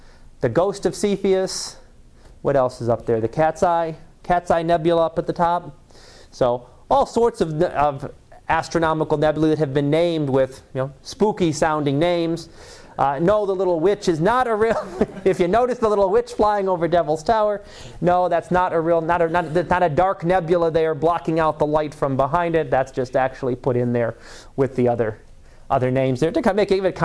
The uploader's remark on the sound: Live Class Lecture 2014 Oct 31